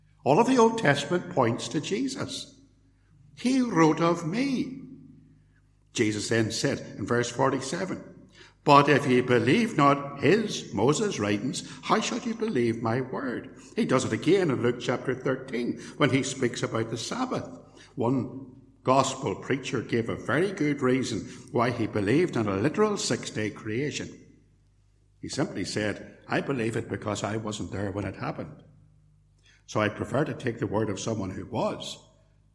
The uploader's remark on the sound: Sermon preached at Templepatrick Reformed Church.